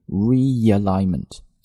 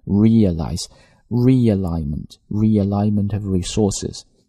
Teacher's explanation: 我在当中加了一个辅音，就是 ye,就是 yes, yeah,那个单词的 ye 这个声音 · Term: 连读